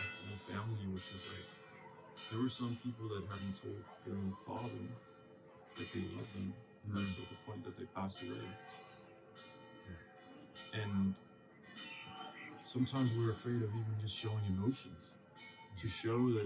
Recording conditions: background noise